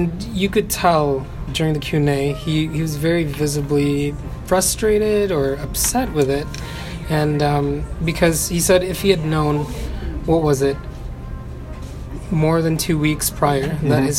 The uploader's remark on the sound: We’re back outside for the first time in six months or so. There were people around, there were distractions, there was traffic…and through it all, a nifty little show emerged! He then sat down for a coffee to talk about his budding film love on-mic.